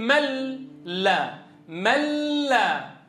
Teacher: يعني الإدغام هي نون ساكنة قلبتها لاما ساكنة. طيب بعدها في لام مفتوحة، إذن لام ساكنة بعدها لام مفتوحة، وجب الإدغام.